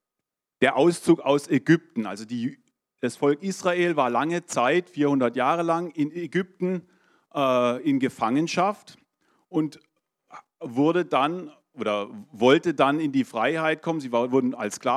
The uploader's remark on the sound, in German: 2023 in der Gemeinde Kaleo Schopfheim aufgenommen.